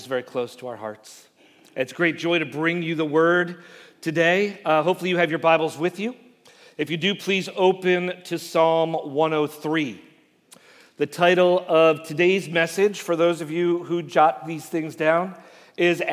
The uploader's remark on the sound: Message Preached at Valley Creek Church